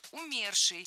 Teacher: Правильный вариант – умерший. В этом слове ударение ставим на второй слог, на корень